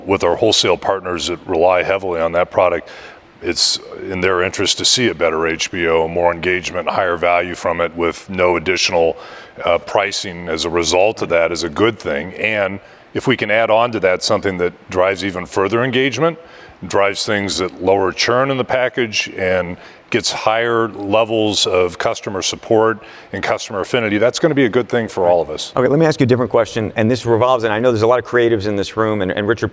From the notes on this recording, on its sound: taped during the Vanity Fair New Establishment Summit